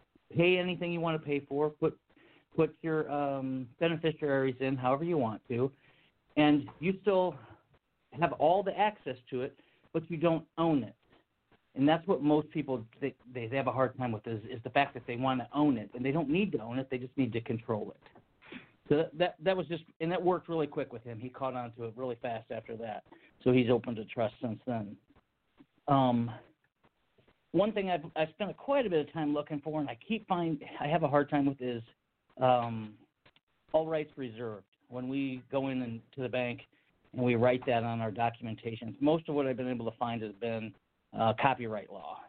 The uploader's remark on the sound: TNTSuperfantastic Conference Call.